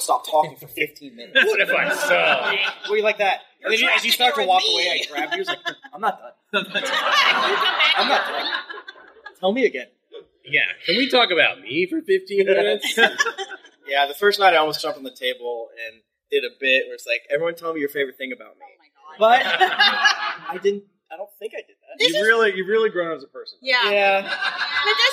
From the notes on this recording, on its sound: This week we are bringing you the live show from Geeklycon 2023. Sorry for the audio quality.